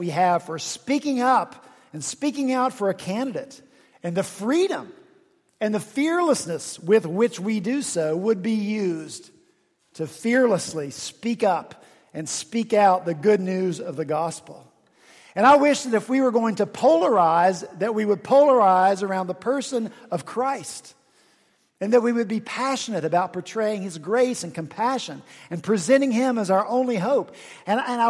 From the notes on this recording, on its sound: at Redeemer Presbyterian Church in Charleston, SC